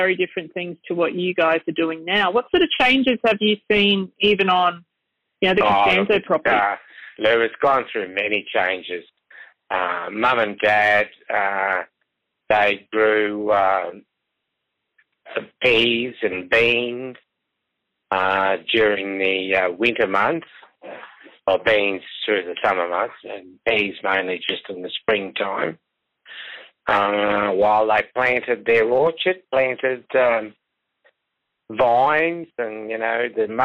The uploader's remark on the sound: over the phone